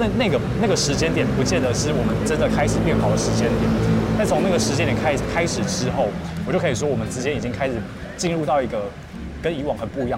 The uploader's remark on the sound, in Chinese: 這次節目錄製走進「街頭」。有些車聲、吵雜聲，先跟各位聽眾說聲抱歉！